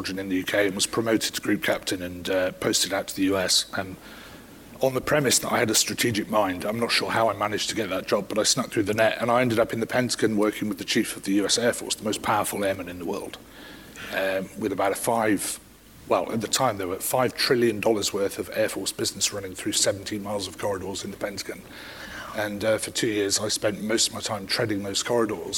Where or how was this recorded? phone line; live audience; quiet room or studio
live audience